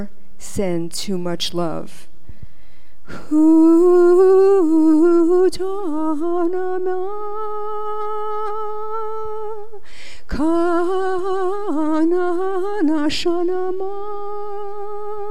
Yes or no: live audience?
yes